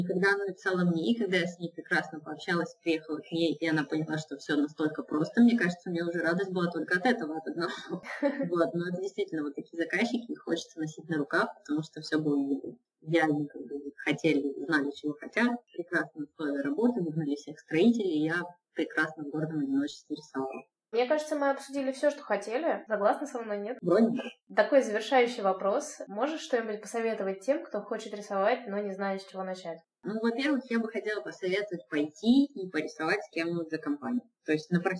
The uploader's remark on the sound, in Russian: качество записи немного отличается от обычного